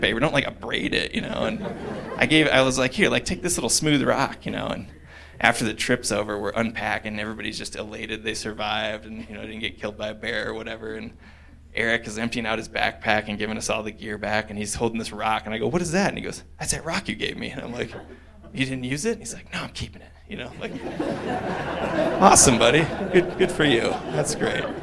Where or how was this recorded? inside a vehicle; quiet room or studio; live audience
live audience